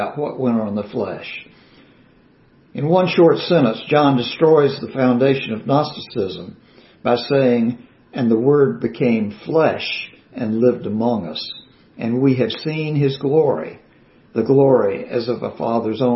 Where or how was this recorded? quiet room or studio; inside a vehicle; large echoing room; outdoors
large echoing room